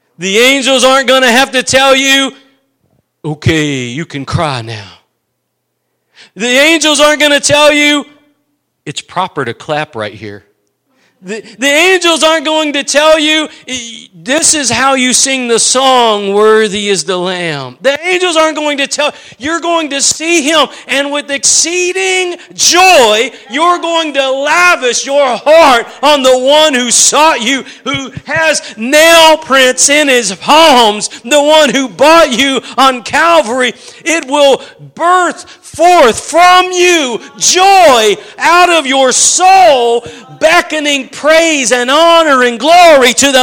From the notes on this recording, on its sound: Preached at Gospel Lighthouse in Bossier City, La.